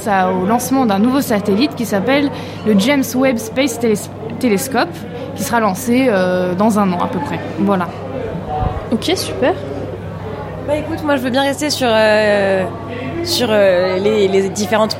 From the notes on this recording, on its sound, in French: Nous sommes allés lever le coude à Rennes.